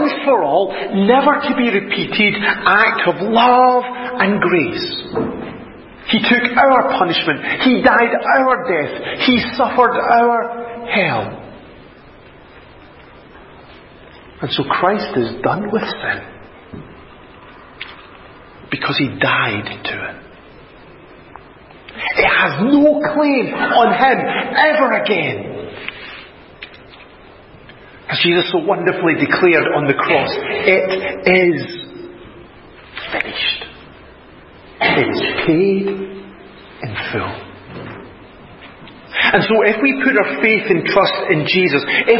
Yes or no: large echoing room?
yes